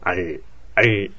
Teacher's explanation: と伸ばすような感じで、ルっていう風に言うんですよ。口の形も大事ですね。アルダー。この時は口は横に引っ張られてますね。唇がね。あともう一つは舌の位置の違いっていうのもあると思うんですけど、リュールの場合は L の音に近いって言ってるのは舌の位置が前の方にあるんですよ。だから上の歯に近い位置で舌が上顎につくわけですね